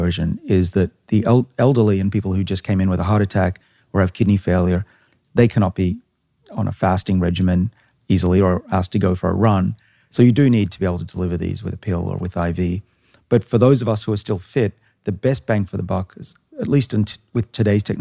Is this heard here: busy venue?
no